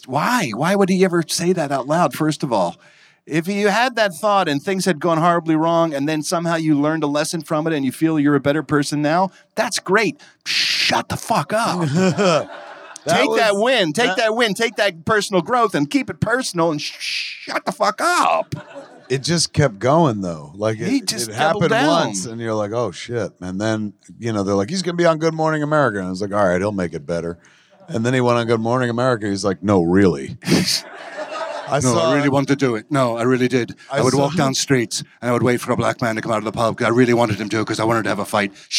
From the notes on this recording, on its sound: Recorded LIVE at Levity Live in Oxnard, CA